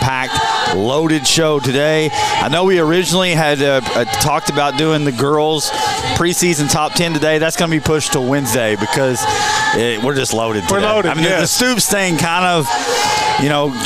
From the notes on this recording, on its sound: Live at the Owensboro Sportscenter.